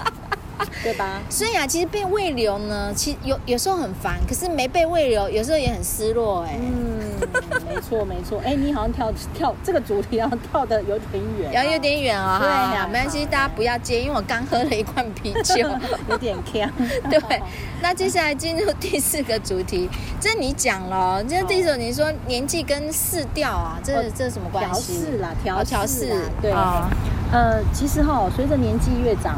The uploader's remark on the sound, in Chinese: 第3及第4集是普度後在戶外錄音，背景音有很多風聲，請想像是跟著我們一起在公園聊天的感覺吧。